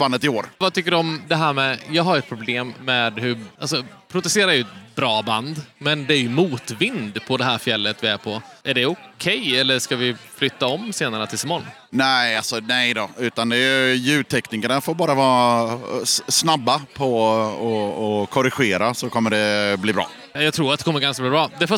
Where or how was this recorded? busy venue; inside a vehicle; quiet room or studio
busy venue